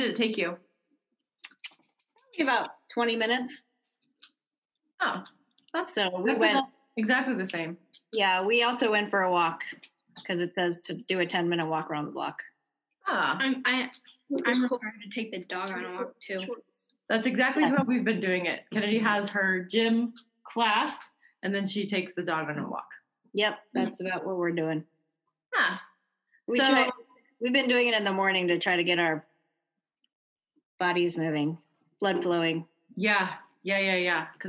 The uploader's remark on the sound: on Zoom